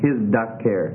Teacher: a further assimilation takes place wherein a zion plus a tau will become a zion plus a dalet. In other words, first it was tau zion, and then it got reversed to zion tau, and then it gets reversed, changed to zion dalet.